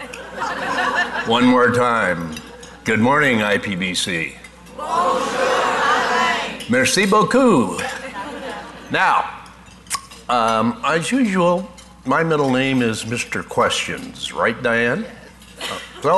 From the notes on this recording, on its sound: Live Broadcast at the The IPBC IGNITE Conference.